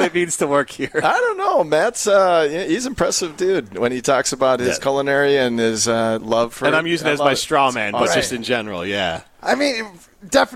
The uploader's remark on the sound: live from Ruth's Chris Steakhouse in Middleton.